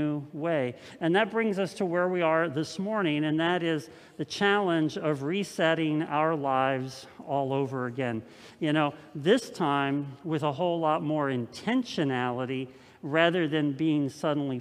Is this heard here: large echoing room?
yes